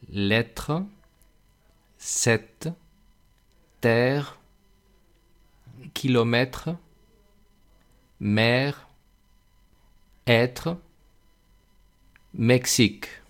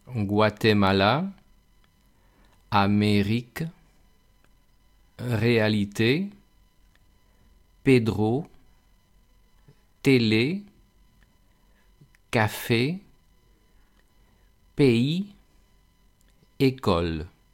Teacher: Existe una E abierta y una E cerrada. La E abierta se acerca un poco a la A, E, y la E cerrada se acerca un poco a la I, E.